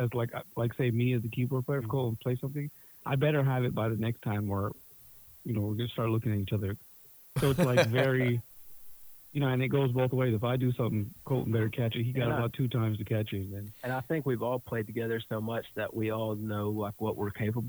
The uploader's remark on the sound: talk on the phone